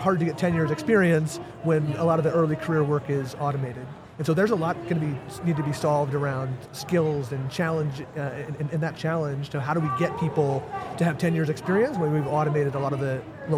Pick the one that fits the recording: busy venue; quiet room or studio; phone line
busy venue